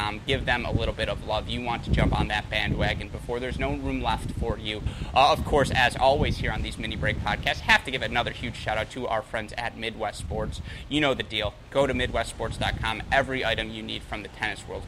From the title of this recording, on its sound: Live from the Altec Styslinger Tennis Exhibition in Miami